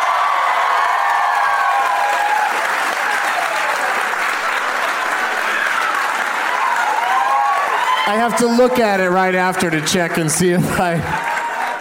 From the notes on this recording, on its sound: Live from New York City's Irving Plaza